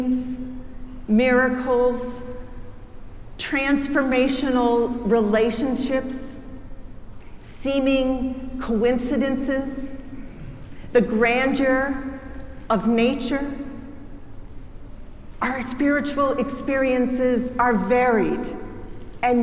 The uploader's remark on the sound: preached at our celebration of Holy Baptism and Holy Eucharist on the Day of Pentecost